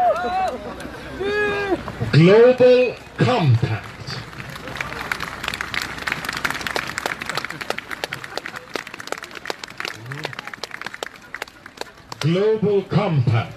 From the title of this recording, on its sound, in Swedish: på Mynttorget 8 december 2018